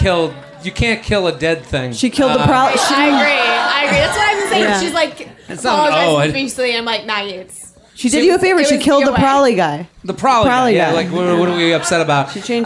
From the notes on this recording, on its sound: Live at the Comedy Cellar. Take letters and play games in front of a sold-out crowd at NYC's legendary Comedy Cellar.